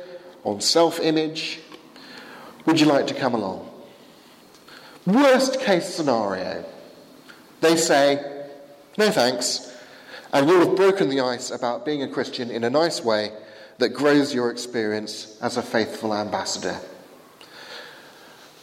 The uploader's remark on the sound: given at the 11 am service at Highfield Church, Southampton, 1st May 2016